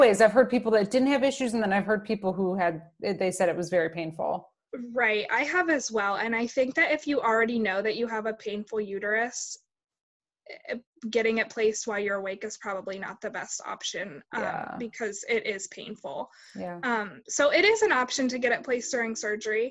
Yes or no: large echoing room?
no